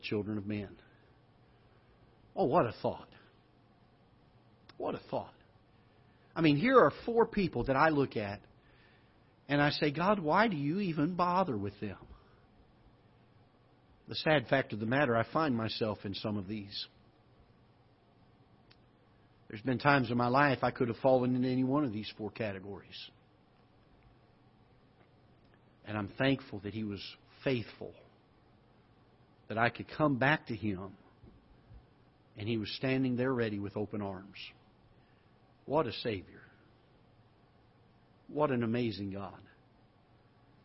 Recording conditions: large echoing room